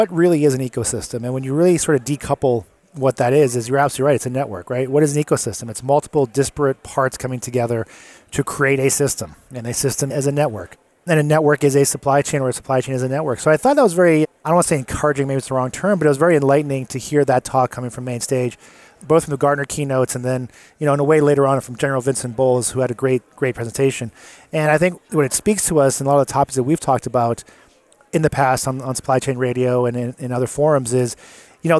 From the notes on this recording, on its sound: Live at Gartner. Recorded on the show floor.